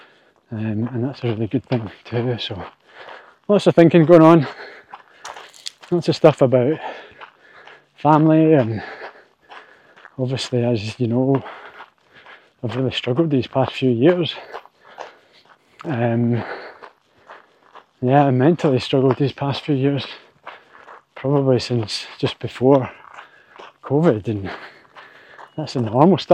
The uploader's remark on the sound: responds "live" from the trail